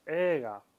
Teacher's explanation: El sonido es más adecuado el de la estiración de la E y no el agregado de una I.